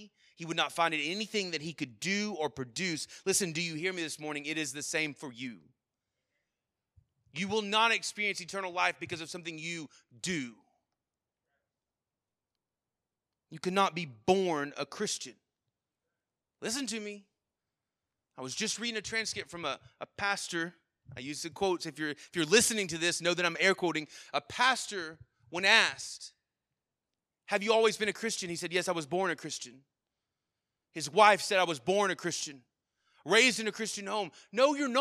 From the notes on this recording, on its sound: Sermon Audio from our Worship service